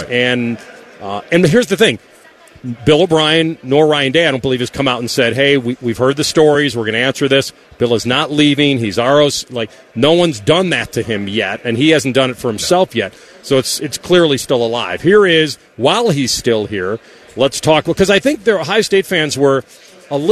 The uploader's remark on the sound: live from Radio Row!